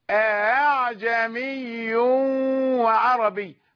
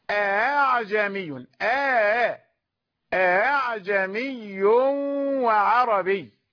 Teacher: التسهيل بين الهمزة والألف، التسهيل يكون بين الهمزة والحرف الذي سبقها، فالتسهيل هنا بين الهمزة والألف لأنه سبقها فتح